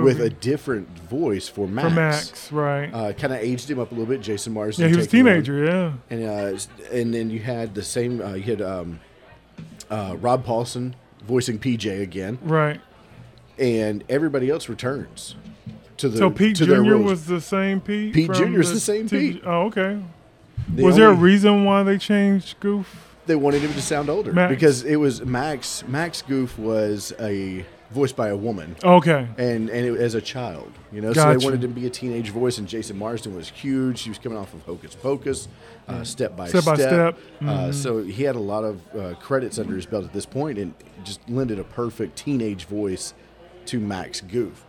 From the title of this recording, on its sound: Live from Covington Comic Con